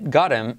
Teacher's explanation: T como R suave, saltamos la H, got him, I como E, N, I como E, the stomach.